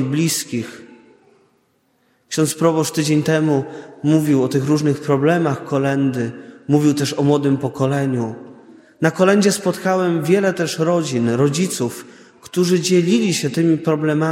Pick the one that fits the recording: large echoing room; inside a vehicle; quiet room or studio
large echoing room